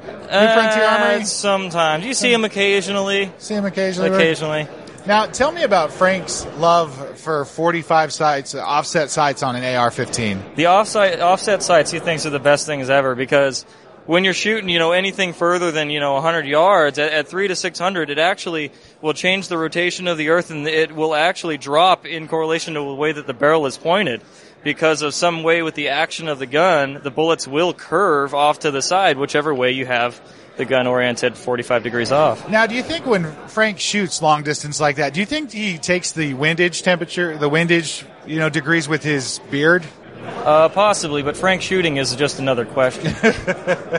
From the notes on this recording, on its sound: SHOT Show 2018. Several interviews from the show floor.